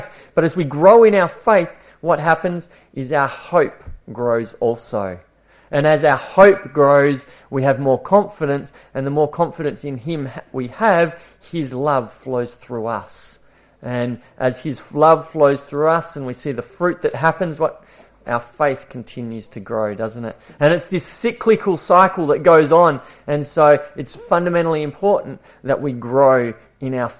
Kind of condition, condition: setting, large echoing room